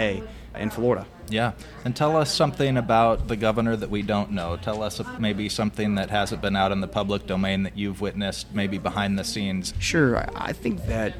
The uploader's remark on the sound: What was it like at the Iowa caucus last night? Just click play and go inside one in an exclusive, historic, first-ever podcast recorded during the event.